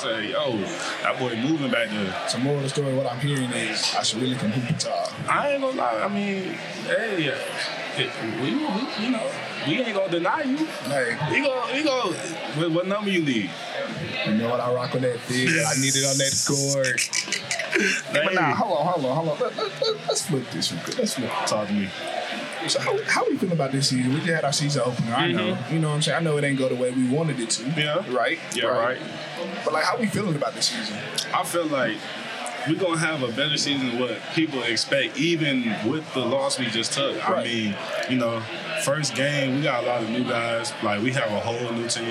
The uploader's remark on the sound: Recorded at Eskimo Joe's on Wednesday, November 8, 2023.